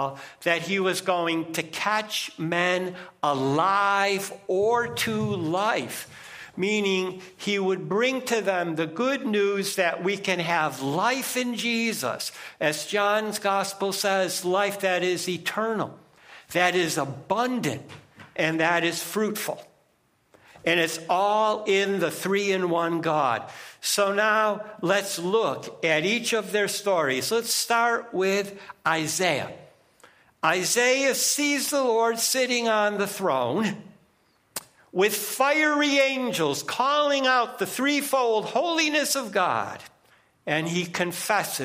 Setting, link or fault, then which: setting, large echoing room